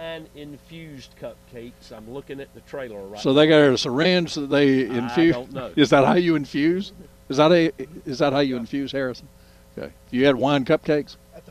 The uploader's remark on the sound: broadcasting live from the NC Wine Festival.